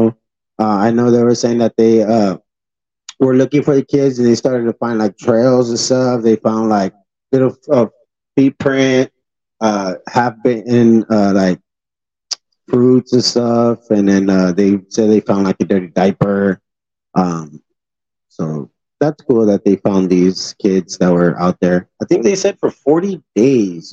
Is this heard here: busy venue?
no